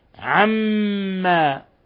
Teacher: ولا تتبع أهواءهم عما جاءك من الحق، عما حرف ميم مشدد، ميم مشددة حرف غنة مشدد يغن مقدار حركتين